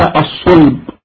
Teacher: الفصيح بضم الصاد أن يقال الصلب، فلان صلب هكذا.